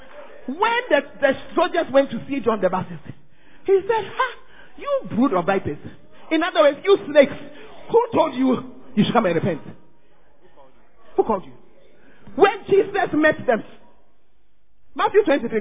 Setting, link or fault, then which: setting, large echoing room